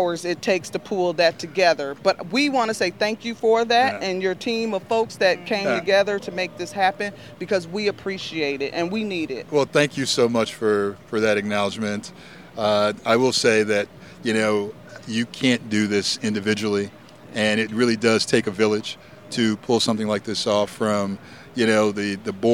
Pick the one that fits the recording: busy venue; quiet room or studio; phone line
busy venue